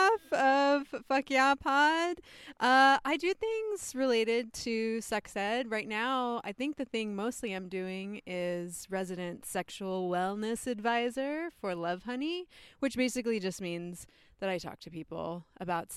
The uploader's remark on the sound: It was recorded by four badass podcasters poolside while sipping wine in bathing suits, but also because we all had to share one mic!